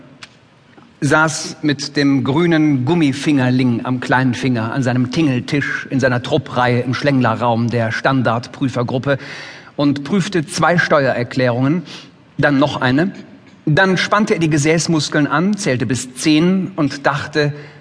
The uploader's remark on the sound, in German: Live-Event von der lit.COLOGNE 2014.